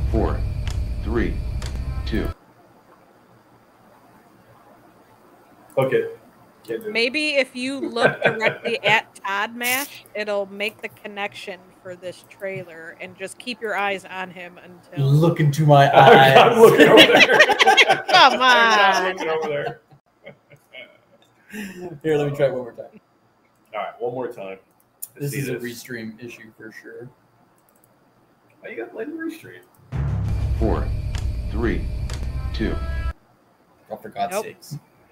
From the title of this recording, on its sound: Live from Pax West in Seattle